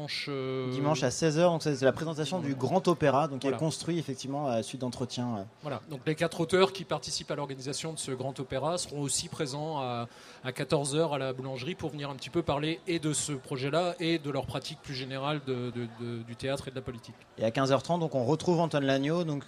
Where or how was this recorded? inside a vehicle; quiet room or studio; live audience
live audience